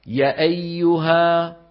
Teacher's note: إذا قلت يا أيها، يا أيها، لما مديت المد الطبيعي برزت الألف إلى الوجود. لو قصرت وقلت يا أيها اختفت مين؟ اختفت الألف